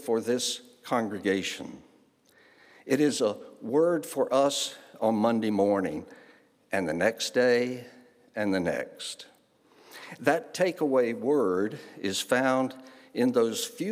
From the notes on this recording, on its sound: guest preacher at Home Moravian Church, Winston-Salem, NC